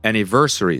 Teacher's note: So the stress falls on the third syllable.